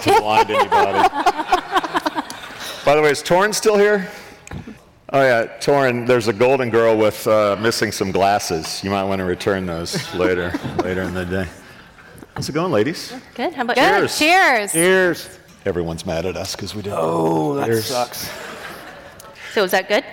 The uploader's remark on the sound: LIVE at iCIMS Inspire. The LIVE onstage energy is back with this performance.